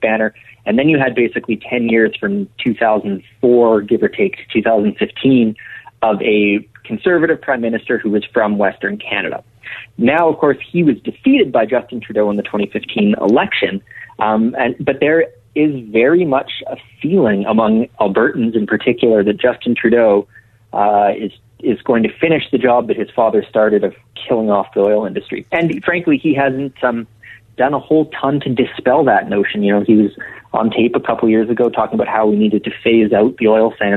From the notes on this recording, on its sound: takes some listener calls